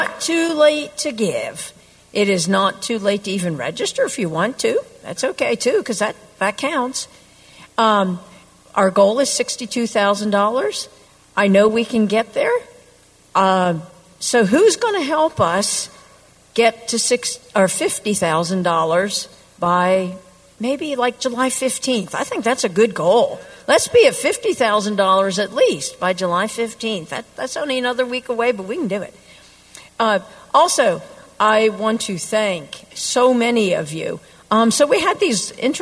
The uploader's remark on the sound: 2023 American Council of the Blind 62nd Annual Conference and Convention Renaissance Hotel and Conference Center, Schaumburg, IL and, via Zoom and ACB Media. General Session, July 6, 2023, Schaumburg Ballroom.